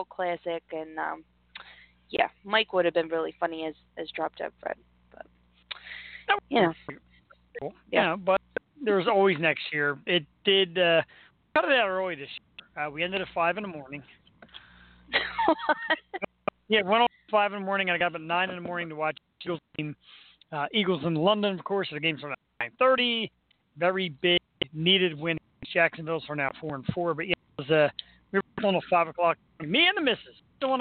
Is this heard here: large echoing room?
no